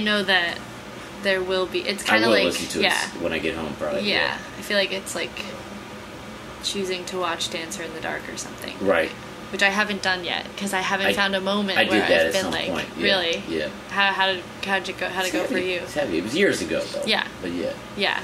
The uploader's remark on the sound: While on tour together. Get together in Boston, backstage at the Sinclair, for a talk.